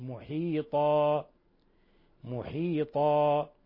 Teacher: تنوين الفتح يبدل ألفا حالة الوقف ويمد مقدار حركتين، ويسمى عند القراء مد عوض محيطا محيطا فقط طا، ولا نقول طا.